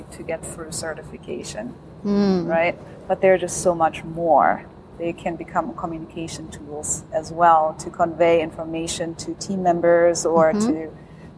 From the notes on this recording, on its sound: Special bonus episode recorded at the Passive House Network Conference.